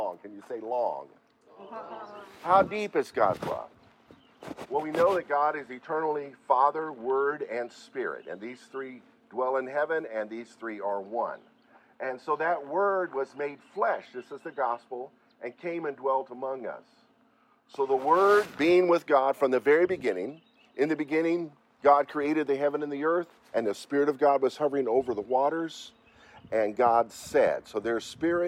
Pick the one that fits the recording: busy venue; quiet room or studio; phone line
busy venue